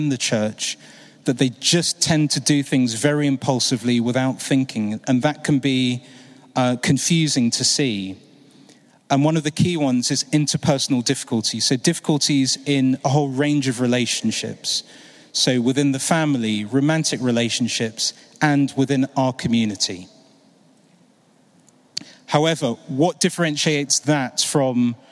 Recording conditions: live audience